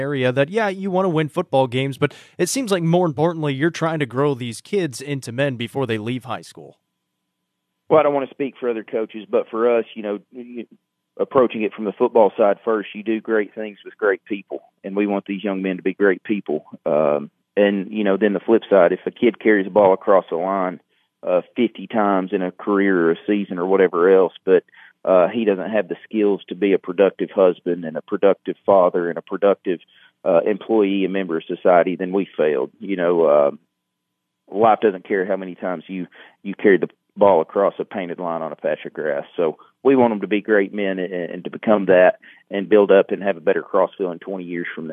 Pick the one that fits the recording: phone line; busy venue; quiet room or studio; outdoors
phone line